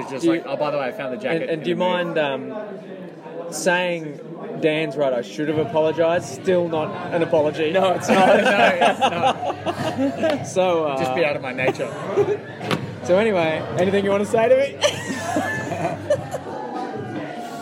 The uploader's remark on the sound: Live from Ipswich. Recorded live at Brothers Leagues Club, Ipswich. The boys also kinda played some live music (being at a gig and all).